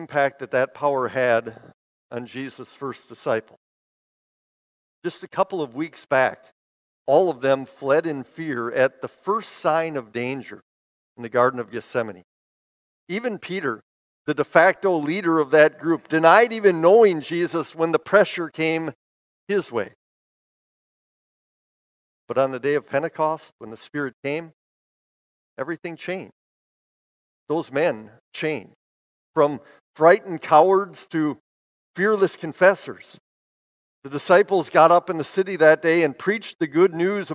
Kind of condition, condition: setting, large echoing room